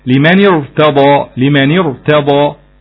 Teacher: الراء ساكنة سكون أصلي وقبلها همزة وصل، في هذه الحالة الراء بتفخم · Term: مفخمة